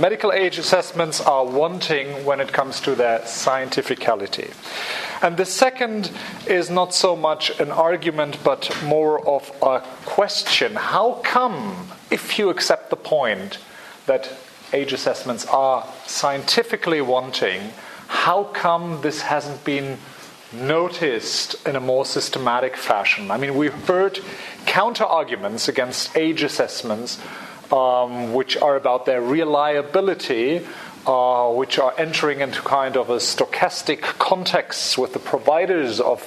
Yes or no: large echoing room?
yes